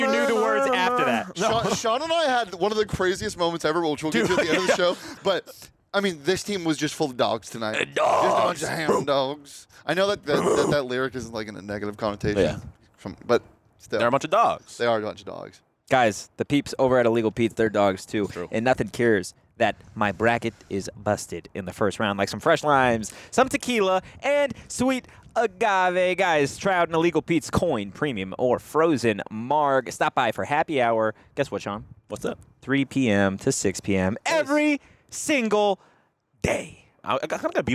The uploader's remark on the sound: live from T-Mobile Arena in Las Vegas